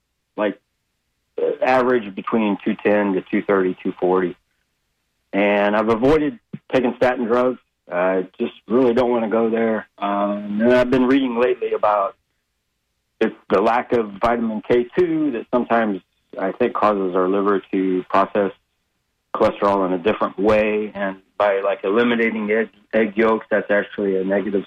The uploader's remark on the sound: Listeners call in with their most pressing health questions.